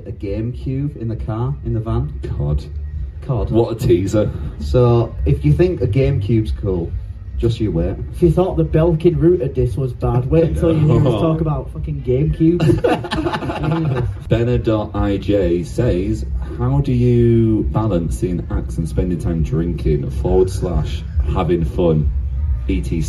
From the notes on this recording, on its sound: Live at Kendal Calling